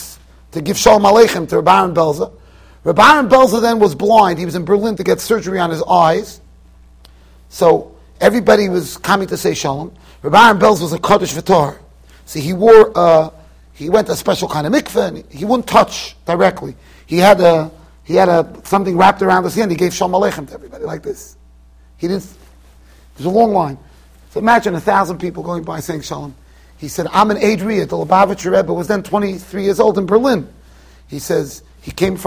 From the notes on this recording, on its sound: Shiur recorded in Yeshivas Ohr Reuven, Monsey NY.